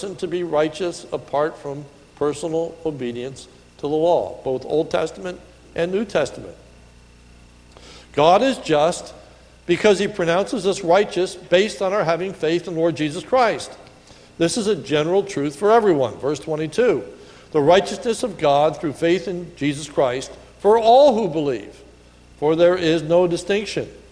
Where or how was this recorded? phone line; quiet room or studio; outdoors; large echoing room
large echoing room